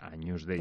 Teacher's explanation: Porque hay una peculiaridad, que es que la G y la N del latín, cuando lo pronunciamos, hay que pronunciarlo como una ñ, en vez de como una G y una N